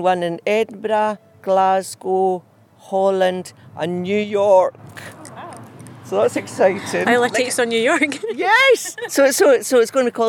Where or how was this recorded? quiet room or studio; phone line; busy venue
busy venue